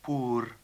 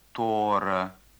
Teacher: В верховом диалекте чувашского языка звук «о» может употребляться в первом слоге вместо литературного «у». · Shown in: second take